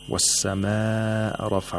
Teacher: We have a مد that is followed by a hamza in the same word, so we have to lengthen it to four or five vowel counts. · Term: مد المتصل